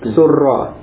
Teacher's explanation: asalnya surira, kemudian ra-nya di idgham